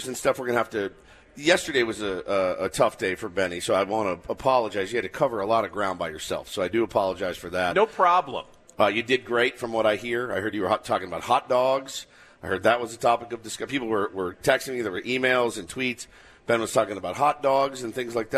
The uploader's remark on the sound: live from the Peoria Sports Complex for Day 2 from Padres Fantasy Camp!